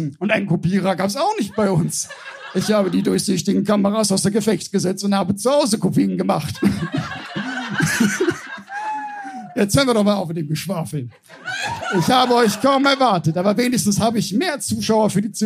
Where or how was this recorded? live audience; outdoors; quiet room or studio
live audience